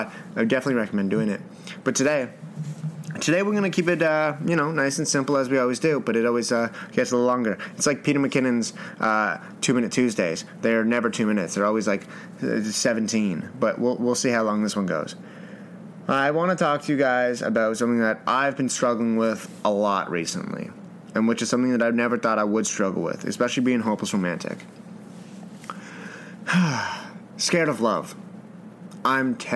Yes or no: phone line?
no